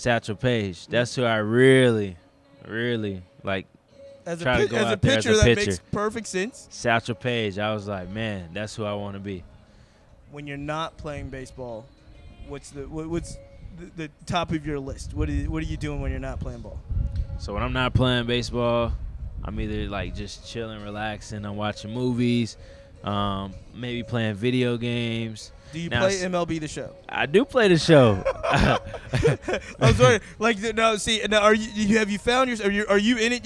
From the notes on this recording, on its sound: did the podcast on location at the Diamond, the home of the Richmond Flying Squirrels, in Richmond, Virginia